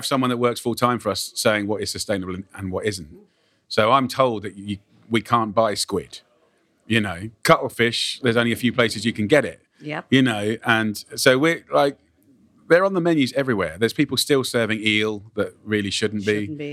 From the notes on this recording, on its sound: recorded on location at his new restaurant.